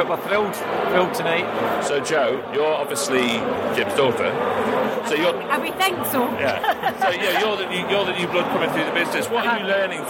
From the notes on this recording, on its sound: The kbbreview Retail & Design Awards 2023: The EVENT. Presents the show LIVE from the awards event in Cardiff and that means you can hear all the winners announced as it happened. Catches up with some of those winners moments after they come off stage.